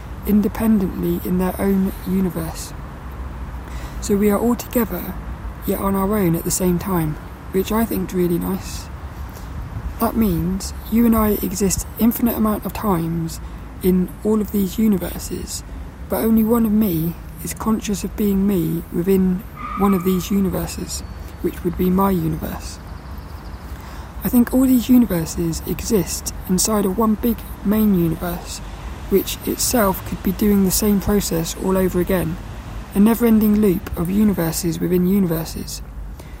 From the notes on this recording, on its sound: this one was recorded down the park